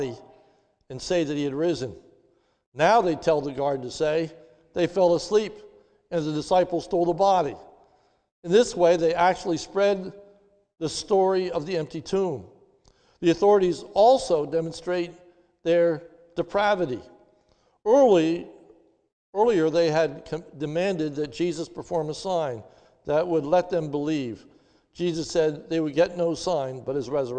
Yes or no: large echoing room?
yes